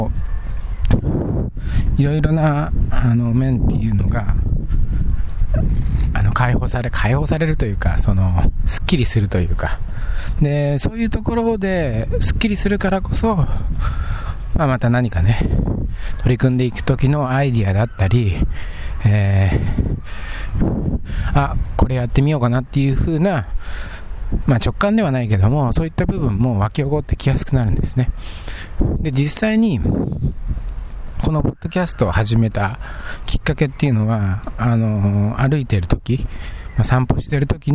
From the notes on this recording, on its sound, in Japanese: 外を歩きながら収録しました